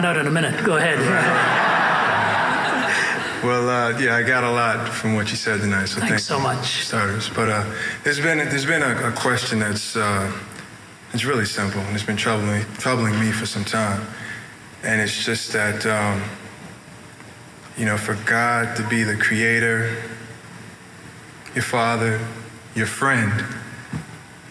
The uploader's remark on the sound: Q & A Vol. IV Columbia University. At a Q&A session at Columbia University.